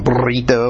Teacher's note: that rolling R that the Spanish folks have